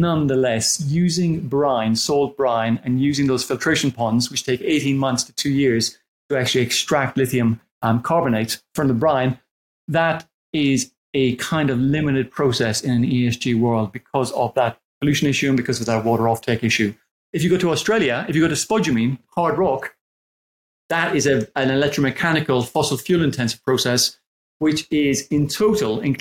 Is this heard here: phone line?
no